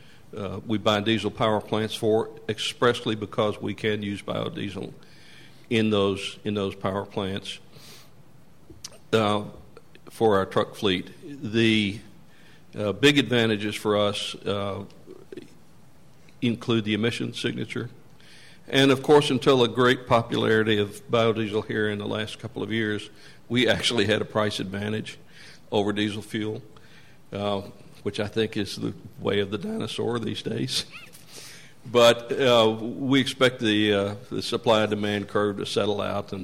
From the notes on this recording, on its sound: Talked about his company's use of biodiesel during a press conference.